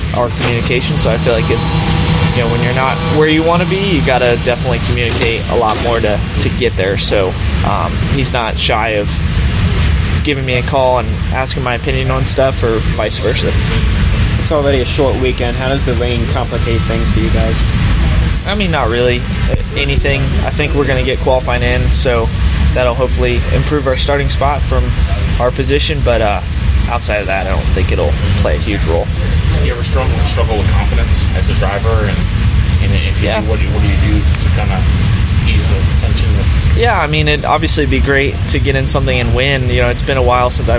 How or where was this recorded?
busy venue